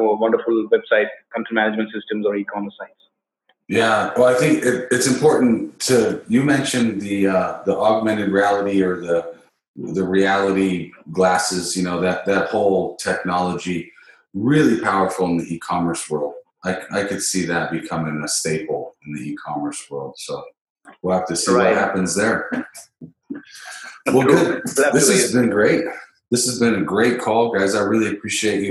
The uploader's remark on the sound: This is a recorded skype call, I apologize about the audio quality.